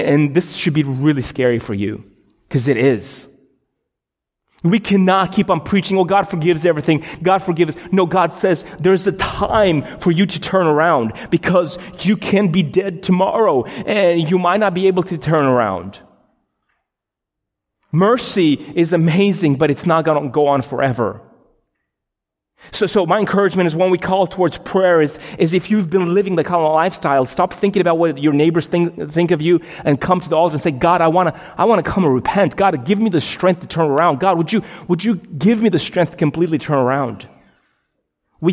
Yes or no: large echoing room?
yes